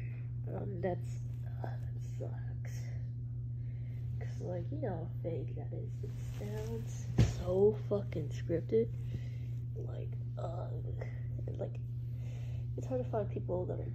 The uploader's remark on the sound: especially shitty audio on this one